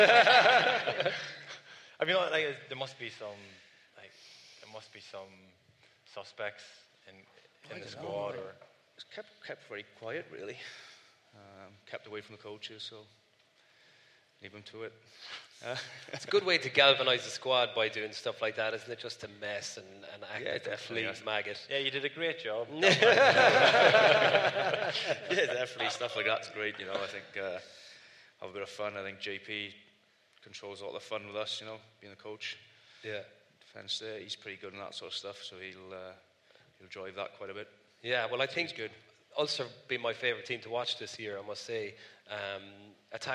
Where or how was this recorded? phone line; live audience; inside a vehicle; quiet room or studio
live audience